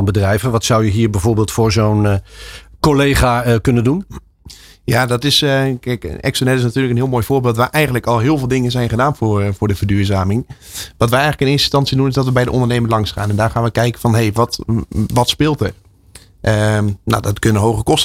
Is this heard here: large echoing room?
no